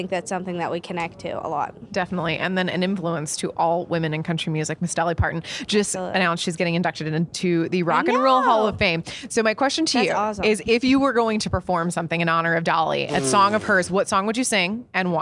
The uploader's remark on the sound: backstage at Audacy's Leading Ladies Live